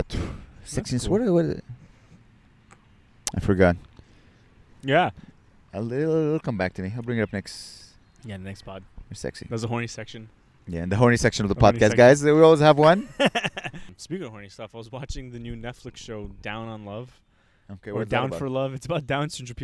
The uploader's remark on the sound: We record right by a baseball field it's rly a nice sight. We almost get hit in the head by a soft ball.